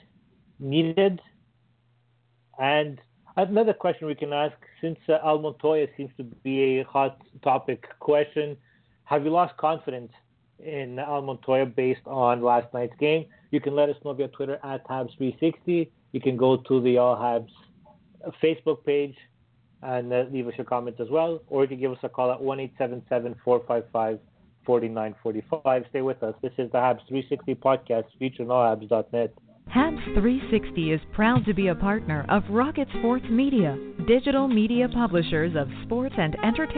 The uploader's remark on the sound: We take your phone calls.